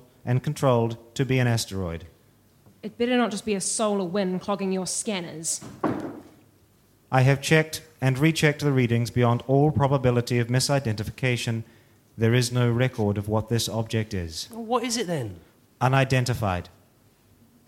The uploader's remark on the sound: Recorded live at BATS theatre, Wellington, New Zealand on the 25th of October 2013.